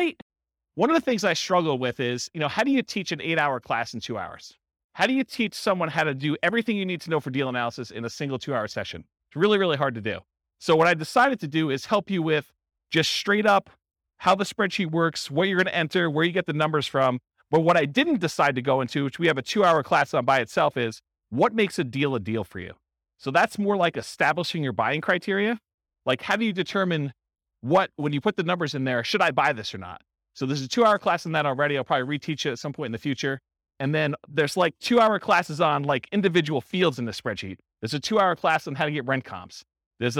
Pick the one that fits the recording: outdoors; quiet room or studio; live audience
live audience